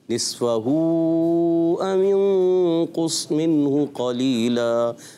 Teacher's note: اب یہاں نصفہ پہ بھی مد ہے تو اس کو بھی کھینچنا ہے، اور غنہ ہے تھوڑا سا اخفا کا وہ بھی